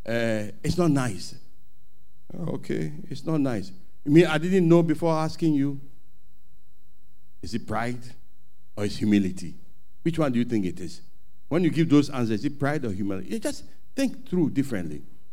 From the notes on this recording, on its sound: Sermon preached at CBC